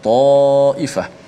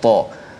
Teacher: perkataan ta itu dibaca dengan tebal